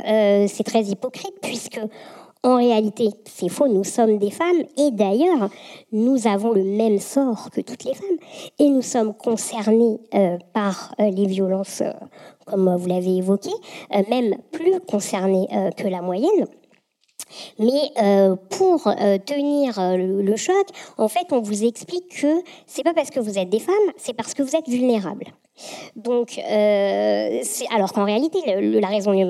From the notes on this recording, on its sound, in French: Enregistré le 11 octobre dernier au Carreau du Temple dans le cadre du cycle de conférences « Présent·e·s » qui explore la place des femmes dans l’espace public.